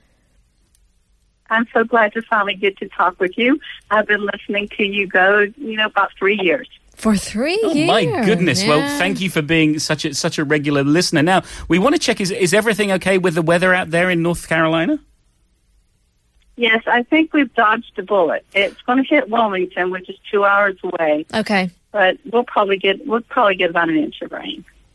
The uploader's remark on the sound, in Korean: 청취자 전화연결